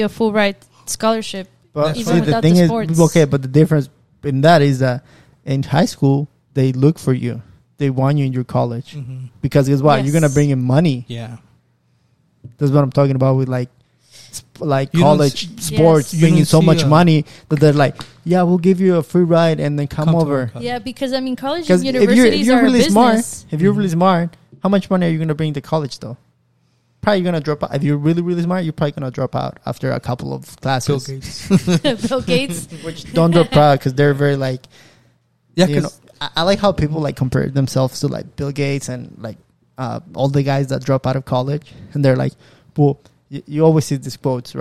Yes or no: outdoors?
no